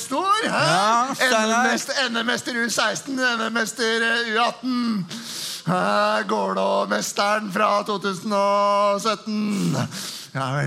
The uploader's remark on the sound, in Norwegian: Live fra Salt